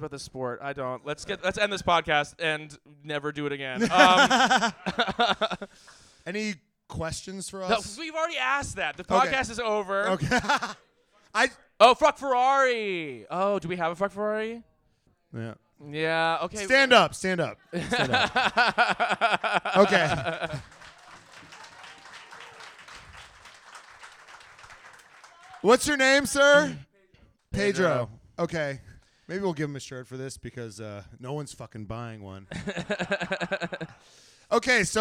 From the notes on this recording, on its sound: USGP RACE RECAP: LIVE IN AUSTIN!!! LIVE SHOW AUDIO ALERT. This episode was taped at our LIVE SHOW in Austin!!!